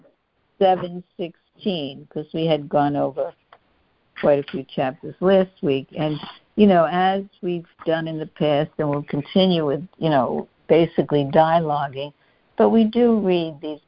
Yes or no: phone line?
yes